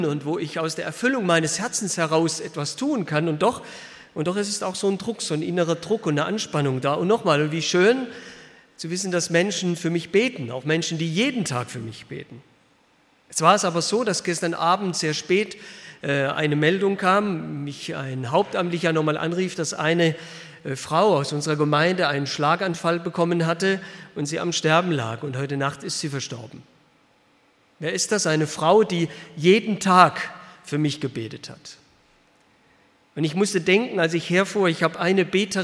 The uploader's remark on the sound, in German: aus dem Gottesdienst der Liebenzeller Mission